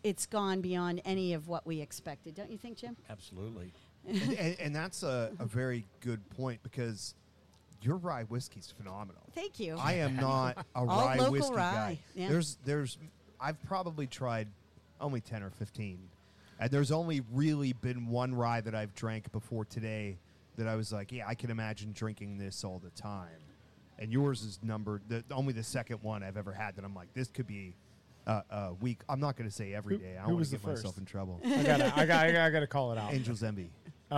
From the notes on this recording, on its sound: Broadcasting LIVE from Liberty Pole Distillery